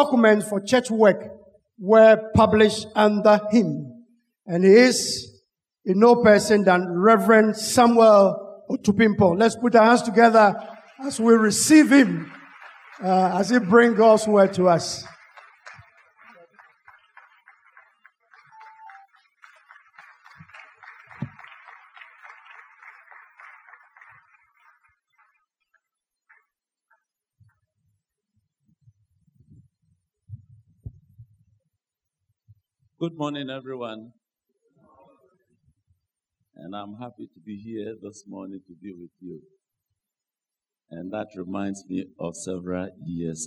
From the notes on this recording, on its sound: Sermon preached at CBC Adabraka Campus